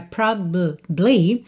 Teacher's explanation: Como o A praticamente não aparece, os dois B's se juntam.